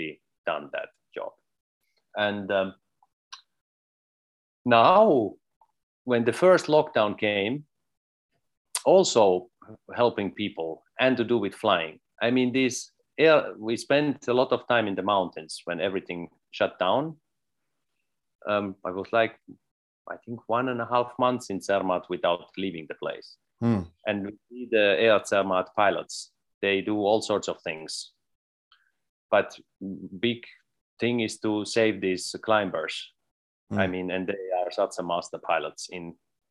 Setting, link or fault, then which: link, video call